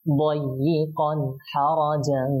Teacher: ইজহার স্পষ্ট, কোনো গুণনাবিহীন, একেবারে স্পষ্ট করে